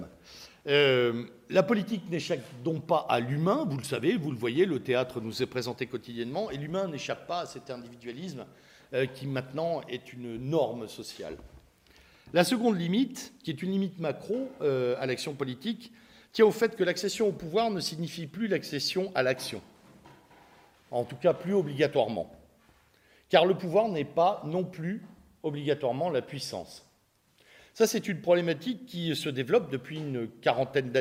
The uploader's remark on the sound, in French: Cette conférence a eu lieu dans le cadre de l'université d'été catholique Academia Christiana lors du colloque "l'identité contre la nouvelle tour de Babel" en aout 2016 à Sées dans l'Orne (61) en Normandie.